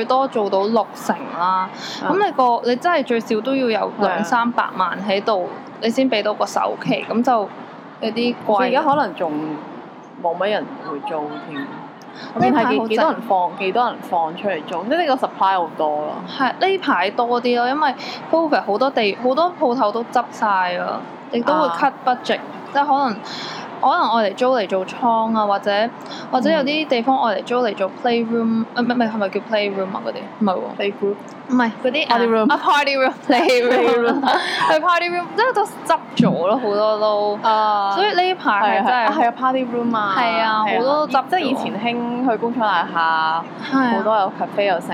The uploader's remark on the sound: Sorry about the background noise this time.